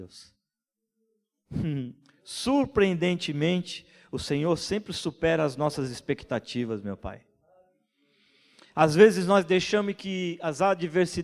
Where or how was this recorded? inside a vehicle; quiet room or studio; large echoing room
large echoing room